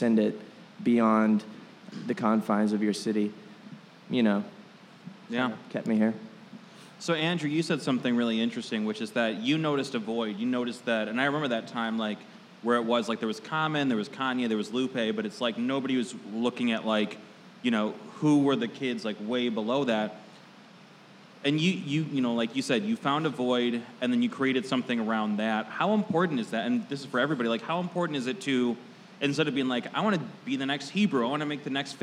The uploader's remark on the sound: In a live panel recorded at Chicago Athletic Association Hotel.